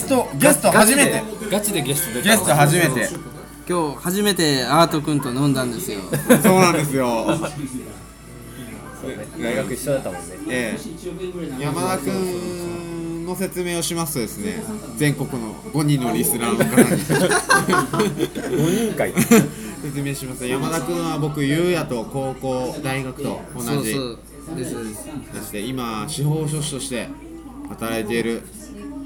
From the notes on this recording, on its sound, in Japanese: 熊本で飲みながら録りました。